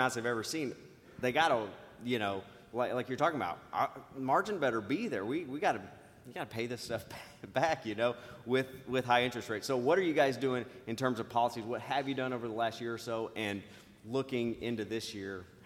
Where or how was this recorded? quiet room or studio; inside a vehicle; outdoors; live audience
live audience